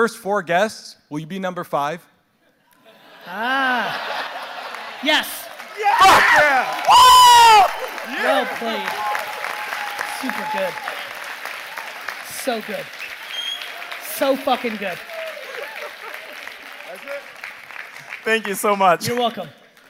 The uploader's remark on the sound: Digital Agency Expo Keynote